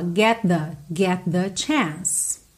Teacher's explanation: Get com the, junta num som só